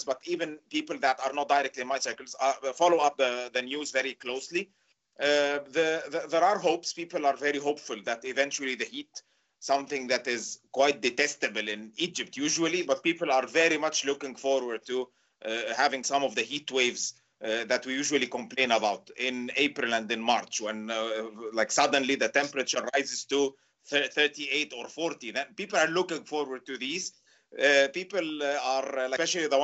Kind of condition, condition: link, video call